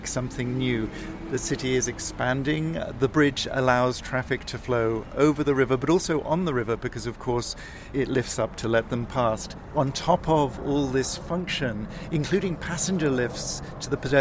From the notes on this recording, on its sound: We’re walking east from Tower Hill into Wapping, ending up next to St George’s Town Hall.